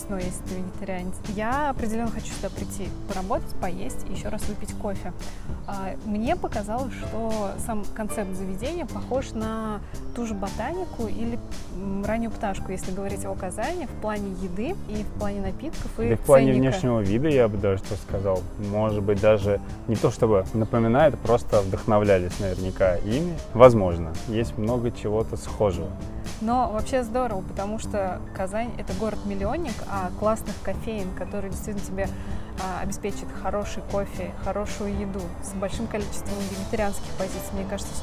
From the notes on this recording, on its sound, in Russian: Казань. В этот раз мы прошлись по шумной части города от улицы Калинина, вверх по Вишневского к парку им. Горького, а потом пешком дошли до Баумана.